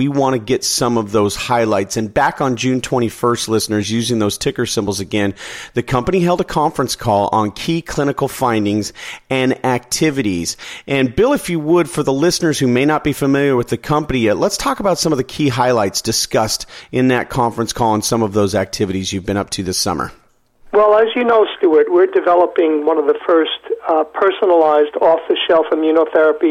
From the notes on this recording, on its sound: called in to SmallcapVoice